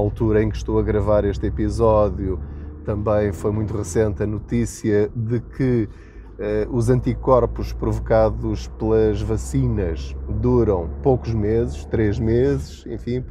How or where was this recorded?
inside a vehicle